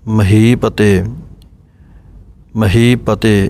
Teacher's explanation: ਇਹਨੂੰ ਇਕੱਠਾ ਨਹੀਂ ਬੋਲਣਾ ਜਲਦੀ ਦੇ ਨਾਲ ਮਹੀਪਤੇ ਥੋੜ੍ਹਾ ਜਿਹਾ ਗੈਪ ਦੇਣਾ ਹੈ